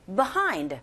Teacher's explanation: 빈번하게 원어민의 입에서 나오는 소리는 behind, B라고 안 들리고, 그냥 아주 간략하게 behind. 이렇게 뒷부분에 강세 줘서 발음한다라는 거